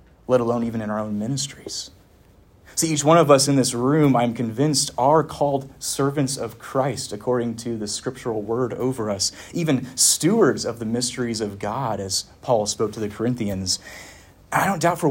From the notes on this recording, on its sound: Preached at Westminster Theological Seminary (Philadelphia, PA)